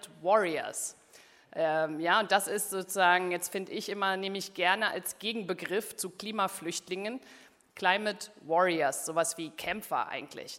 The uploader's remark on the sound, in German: Bei der Konferenz «Auf der Flucht vor humanitären Krisen» vom 3. Berlin.